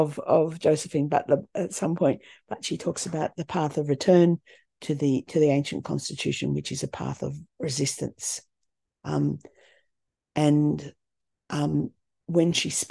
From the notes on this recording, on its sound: A live webinar on 10am Sunday 19th November 2023.